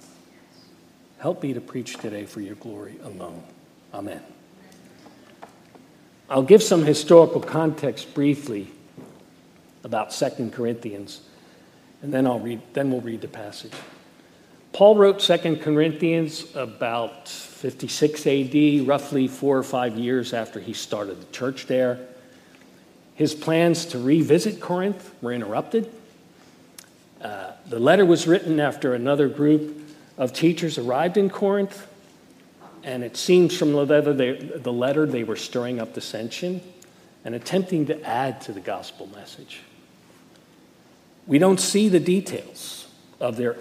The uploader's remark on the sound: Message Preached at Valley Creek Church